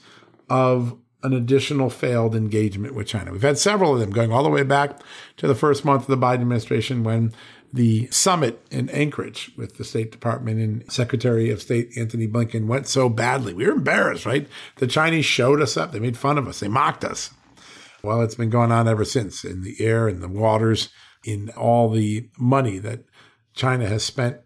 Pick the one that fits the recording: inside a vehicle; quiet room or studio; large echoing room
quiet room or studio